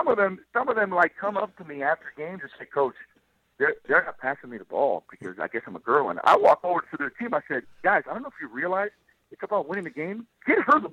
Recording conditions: phone line